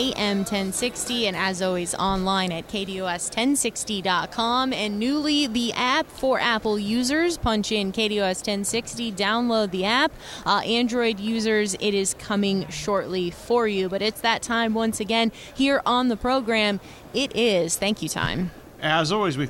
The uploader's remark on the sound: Extra Point live from Super Bowl Radio Row.